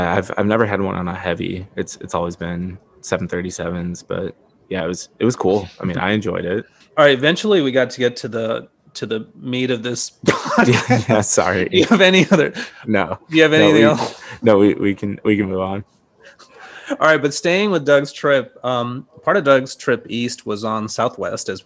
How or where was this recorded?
busy venue